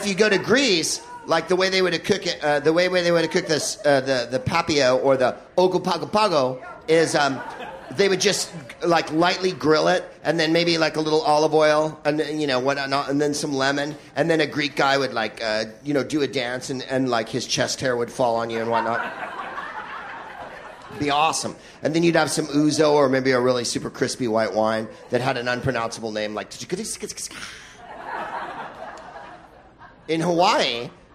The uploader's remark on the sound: Live from the Maui Comedy Festival